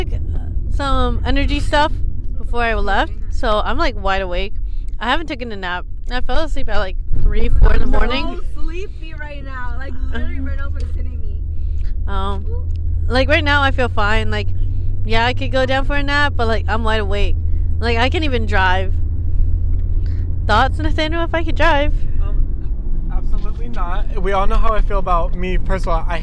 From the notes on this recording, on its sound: Road Trip Special! This week we film our journey while on the way to Charleston.